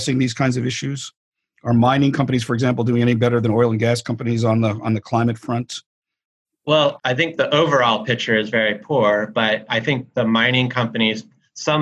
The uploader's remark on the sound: As part of a live webinar hosted in partnership with the Catholic Peacebuilding Network, part of Notre Dame’s Kroc Institute for International Peace Studies.